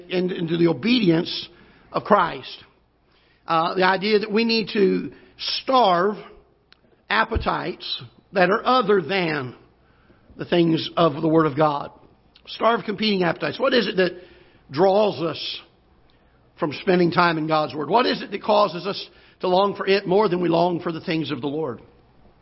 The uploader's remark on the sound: Ketha Heights Baptist Church ~ Live Broadcast